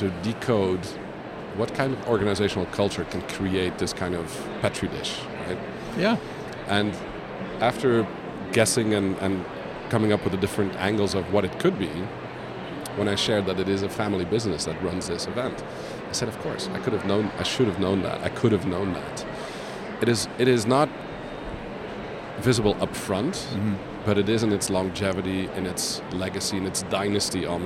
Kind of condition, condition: setting, busy venue